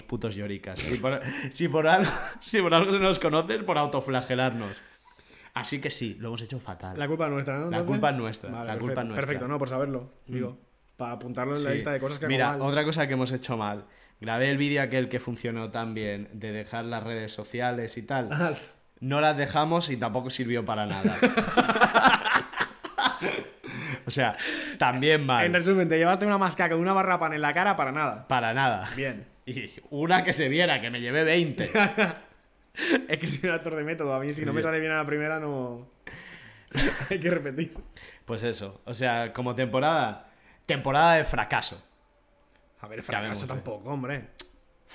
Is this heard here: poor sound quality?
no